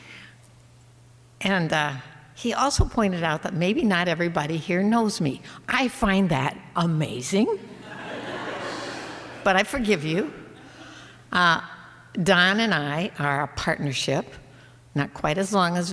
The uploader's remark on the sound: The Adult Education Committee has planned its own variation on the popular live storytelling medium, the Moth Radio Hour. This live storytelling at First Pres, featuring real stories shared, in person, by fellow church members.